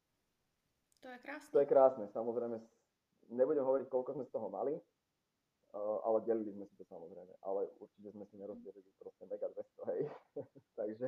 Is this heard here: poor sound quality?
yes